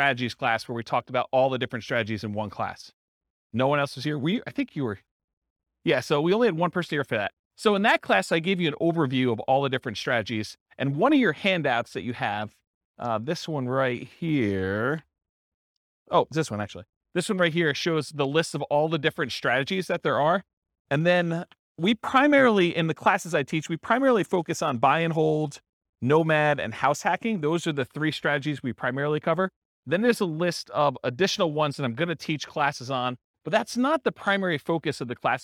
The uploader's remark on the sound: This was a live class recorded